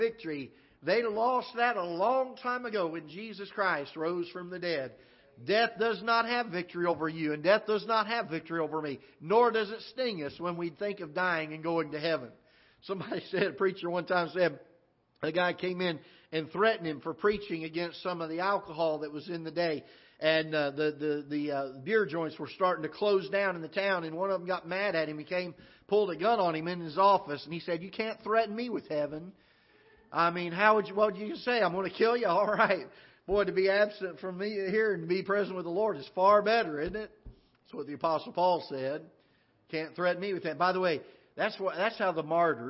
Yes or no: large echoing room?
yes